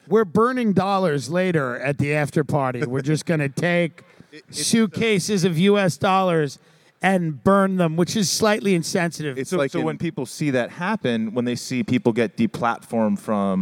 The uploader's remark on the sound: Live from the Bitcoin Conference in Miami. They handle a few hecklers.